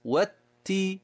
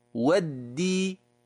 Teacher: لاحظ التاء وما فيها من نفس، ولاحظ الدال وما فيها من حبس النفس